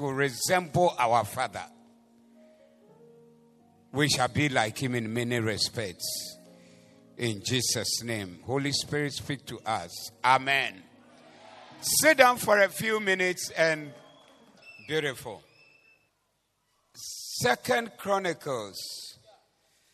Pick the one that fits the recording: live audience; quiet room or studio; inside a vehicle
live audience